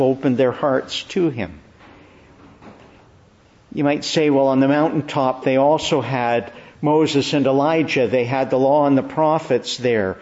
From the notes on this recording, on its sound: Preached in the Church of the Annunciation, Ottawa